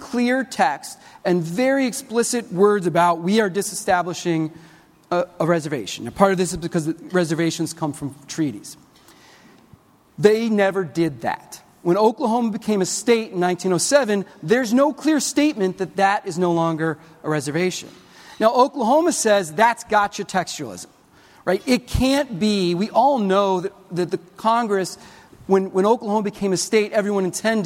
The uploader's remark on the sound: Recorded on October 15, 2019, at The Standard Club in Chicago.